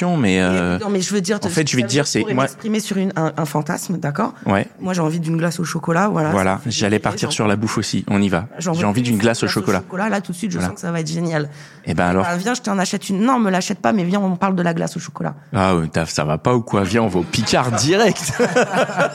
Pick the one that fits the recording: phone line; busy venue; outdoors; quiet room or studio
busy venue